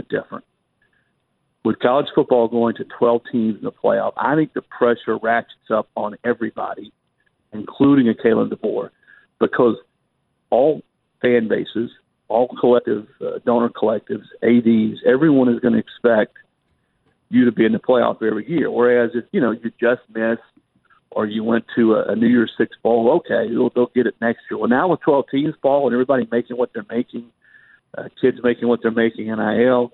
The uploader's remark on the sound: more of your phone calls